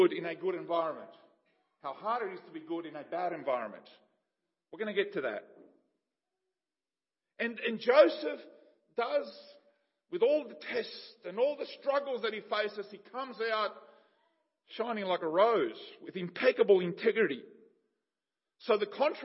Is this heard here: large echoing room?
yes